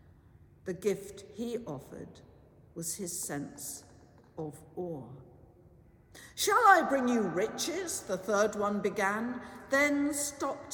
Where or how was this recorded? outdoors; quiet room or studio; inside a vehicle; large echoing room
large echoing room